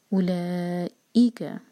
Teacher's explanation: تو اولا، لا چار حرکہ، مد متصل ہے، اولائک، ای کٹ آف ساؤنڈ کے ساتھ آنا چاہیے، اولائی نہیں ہونا چاہیے، حمزہ کا مخرج ا ساؤنڈ ہے نا.